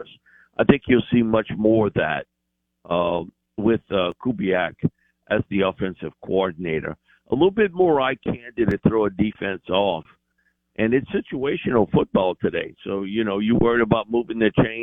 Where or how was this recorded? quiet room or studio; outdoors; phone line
phone line